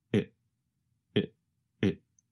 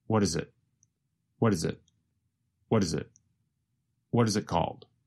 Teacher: it becomes very reduced to just a vowel sound plus a very fast held T